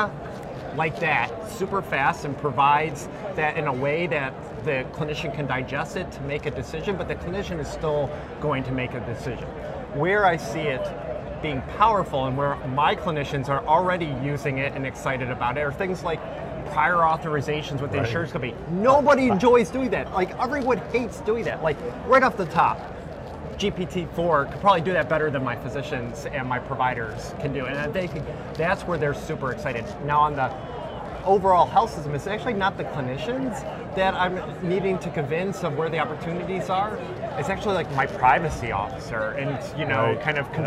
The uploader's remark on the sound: Interview in Action live from ViVe 2023